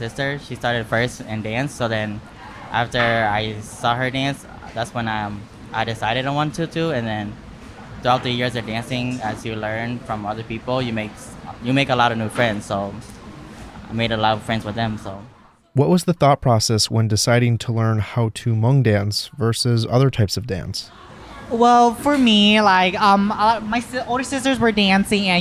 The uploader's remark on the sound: All these interviews were recorded at Hmongtown Marketplace in St. This was recorded during a busy time at the market, so there is a bit of background noise. We gave each of them a mic.